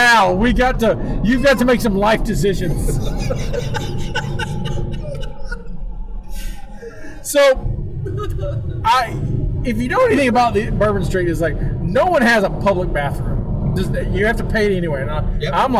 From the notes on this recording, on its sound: Warning this was recorded live in a car and there was a little trouble with the recorder so the quality isn't as normal.